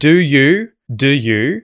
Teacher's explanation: And then when we speak really quickly, that schwa disappears, as does the d and as does the ye sound. The d and the ye merge, and you're going to hear J.